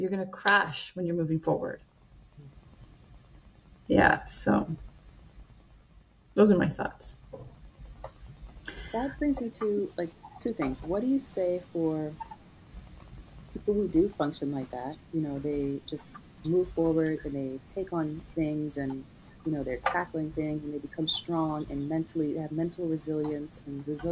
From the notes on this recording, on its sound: There was an issue with the volume of my recordings but you should still be able to hear us both loud and clear! Don't worry, it's not an issue with your device.